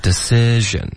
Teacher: 它不是一个 e 的音，舌头降低一点就行了。Decision.李子。